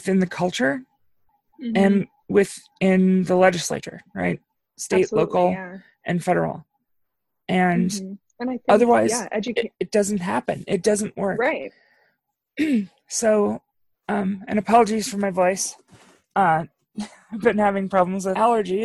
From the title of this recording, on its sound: another zoom edition